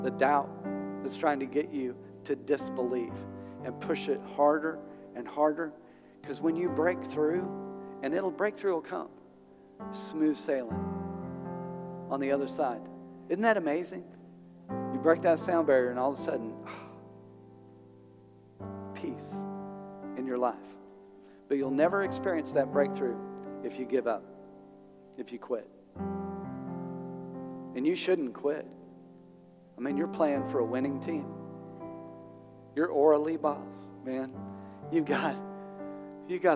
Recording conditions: large echoing room